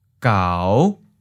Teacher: Fifth tone, low rising